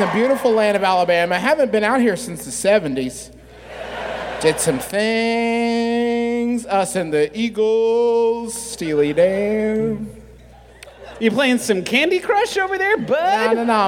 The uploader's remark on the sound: Here’s our live show, presented before a profoundly rowdy Birmingham audience